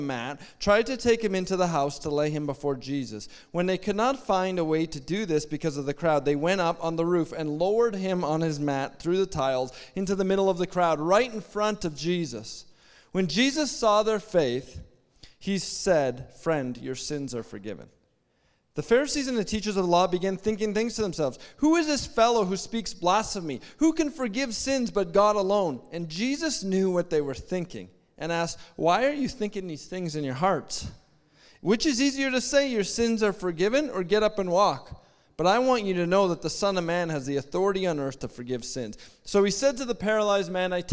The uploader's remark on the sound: At our Edmonton Gathering in September, 2023 at Spruce Grove Community Church